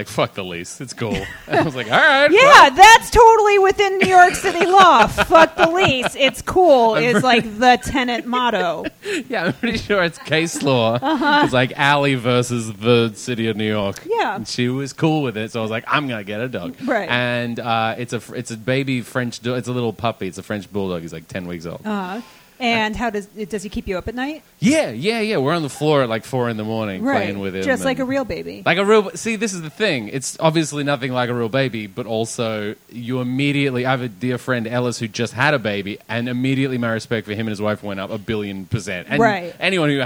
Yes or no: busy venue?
yes